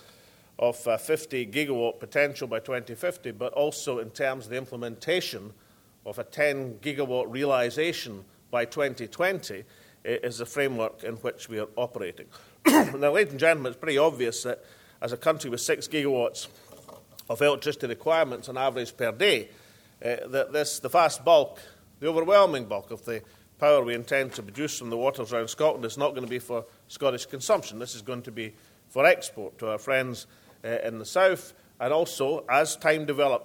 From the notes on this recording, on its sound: First Minister keynote speech - Scottish Offshore Wind and Supply Chain Conference in Aberdeen